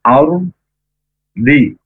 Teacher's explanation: aurnya tebal karena ada ro sukun sebelumnya berharokat fathah. Jadi tafkhim aur yang tebal roknya bukan alifnya, alifnya tetap dibaca a.